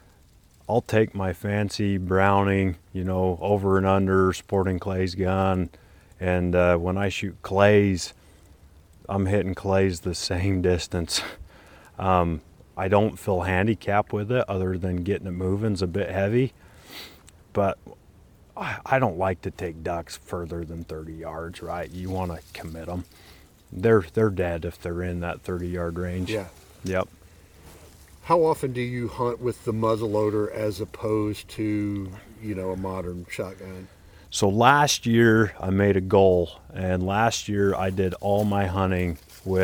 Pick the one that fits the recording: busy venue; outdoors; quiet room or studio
outdoors